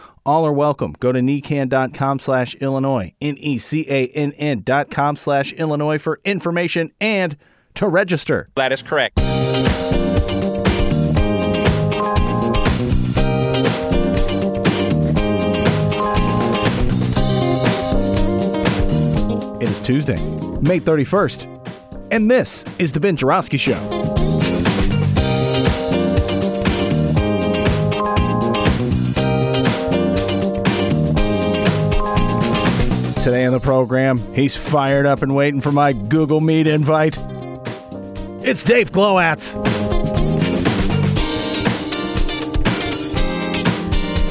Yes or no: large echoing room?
no